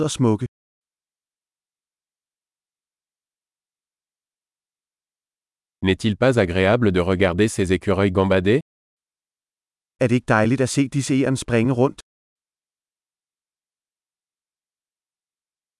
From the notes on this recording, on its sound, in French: Une promenade dans les bois. Le bruit du murmure du ruisseau est thérapeutique.